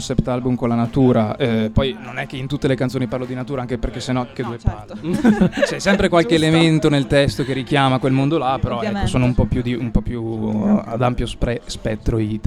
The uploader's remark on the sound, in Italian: Festival Economia 2019. Estratto dalle dirette di Sanbaradio dal Festival dell'Economia di Trento.